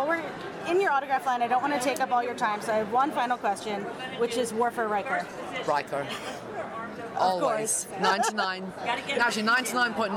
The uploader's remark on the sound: Continued coverage from STLV! Interviews from the show floor. The audio from the Women in Trek panel.